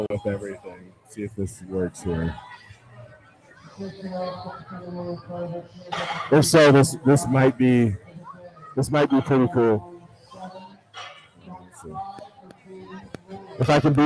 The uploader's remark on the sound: Live from #crownmountain